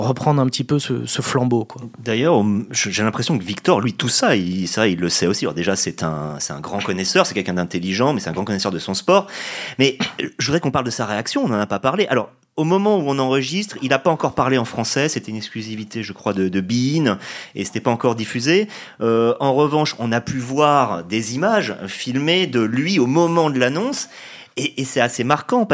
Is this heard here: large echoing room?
no